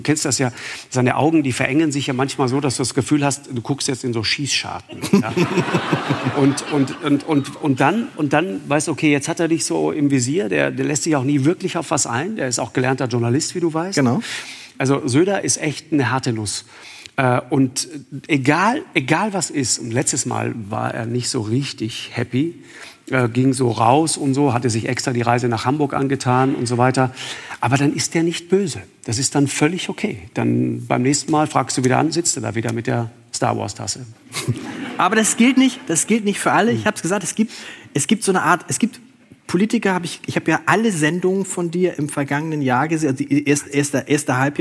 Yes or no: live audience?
yes